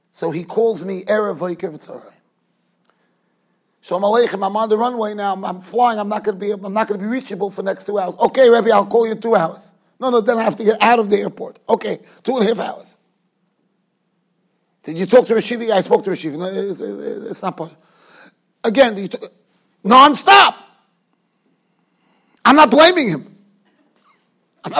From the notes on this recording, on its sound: Shiur recorded in Yeshivas Ohr Reuven, Monsey, NY.